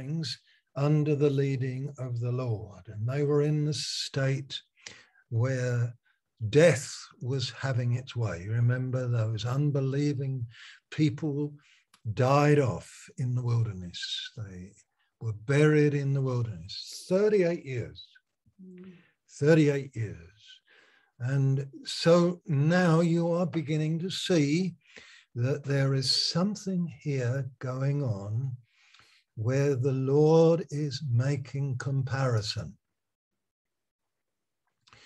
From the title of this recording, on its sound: Malaysia Meets (Zoom)